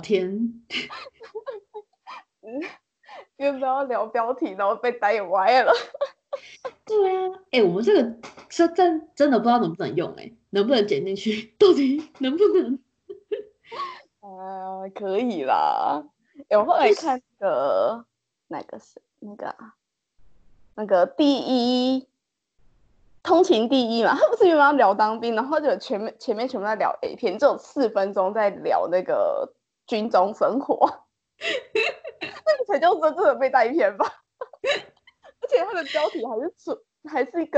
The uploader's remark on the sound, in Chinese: 此podcast極為吵鬧。此音檔一刀未剪，呈現最原始的我們。第一次遠端錄音，沒有經驗，請見諒。